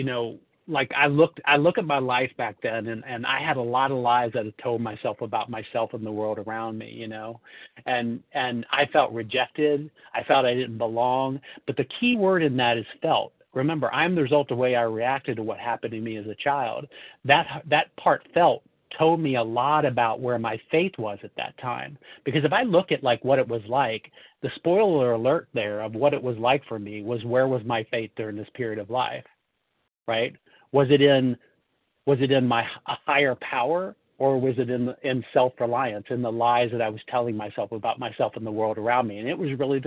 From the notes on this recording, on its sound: 100 Pounders Phone Meeting